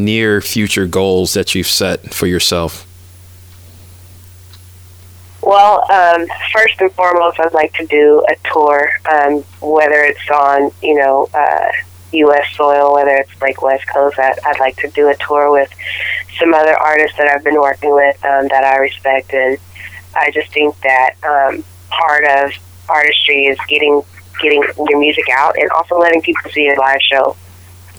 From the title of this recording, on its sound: Phone Interview